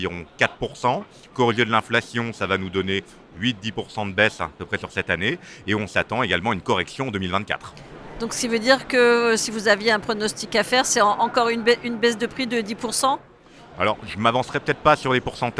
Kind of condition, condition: setting, busy venue